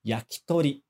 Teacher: a gente escreve K-I, mas a gente não pronuncia esse I. Praticamente, a pronúncia é só do K.